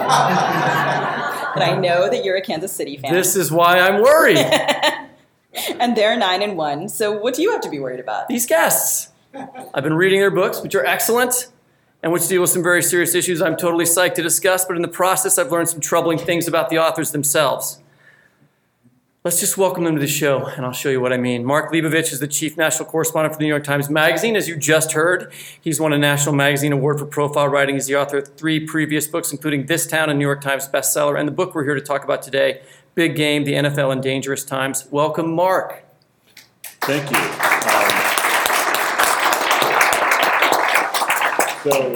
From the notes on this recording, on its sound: In this live episode of the Fiction/Non/Fiction podcast, recorded at the 2018 Miami Book Fair.